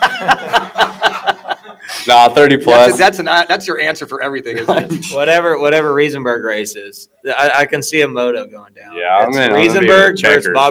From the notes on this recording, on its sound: Tonight's show comes to from interviews done at the Justin Brayton Shootout. At the shootout at pole position raceway Grimes, Iowa.